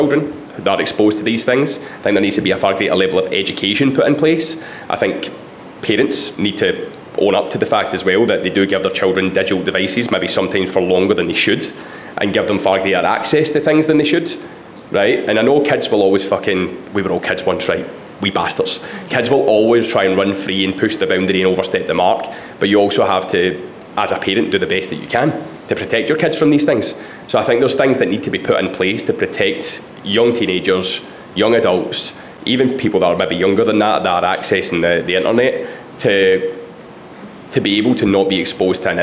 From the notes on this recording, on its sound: From the recent Built For Life live event, The Built For Life coaches took to the panel to answer questions from their clients in the room.